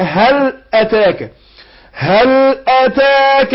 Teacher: هل أتاك حديث موسى، هل أتاك، هل هو حد يقول هل، هل لا أنا حقق الهاء عشان حرف إيه خفي، أقول هل، ها، هل أتاك، هل أتاك، حققت الهمزة برضو هي عشان همزة قطع تخرج من أقصى الحلق وبين الإيه الترقيق اللي فيها، فأقول هل أتاك، هل أتاك حديث موسى إذ ناداه.